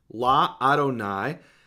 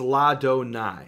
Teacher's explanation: forms a contraction where the Aleph becomes silent and La Adonai becomes La Donai · Shown in: second take